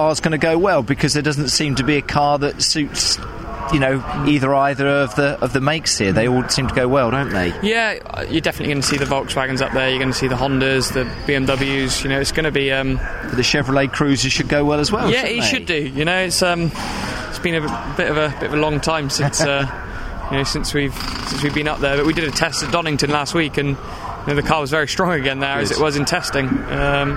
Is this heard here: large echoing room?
no